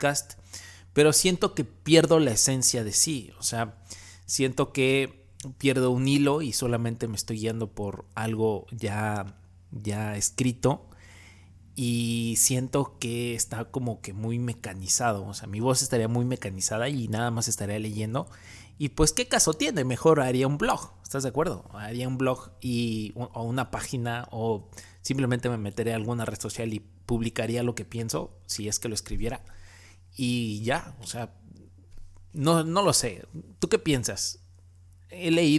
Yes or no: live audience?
no